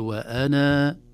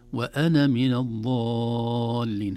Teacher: نثبت الألف وقفا ونحذف الألف وصلا، أقول وأنا، أما في الوصل وأنا من الضالين.